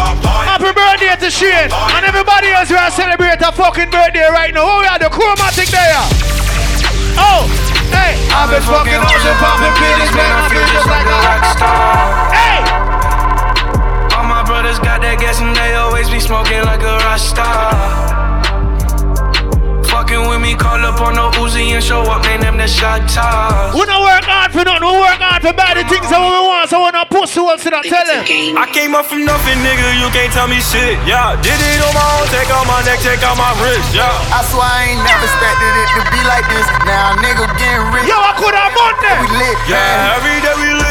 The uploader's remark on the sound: Live Audio Of The Meet And Greet.